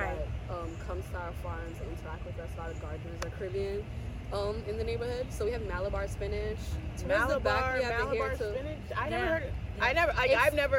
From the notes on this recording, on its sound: On location at East New York Farms! Located in East New York Brooklyn.